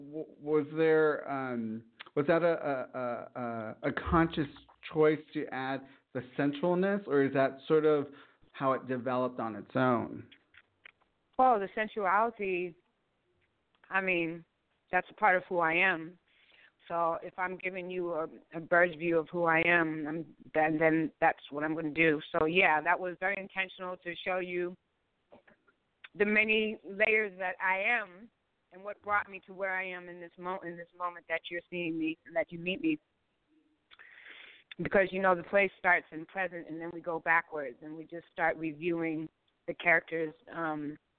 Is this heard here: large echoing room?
no